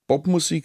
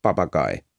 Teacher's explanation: das harte B, wie es im Wort Bobmusik vorkommt, unterscheidet sich bei uns in nichts vom weichen B, wie im Wort Papagei